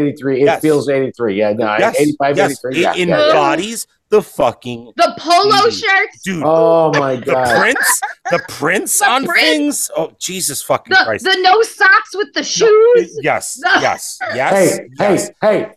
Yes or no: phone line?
no